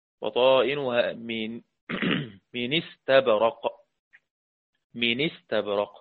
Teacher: بطائنها من استبرق، من استبرق اللي هو حذف الهمزة ونقل كسرتها إلى النون قبلها · Term: النقل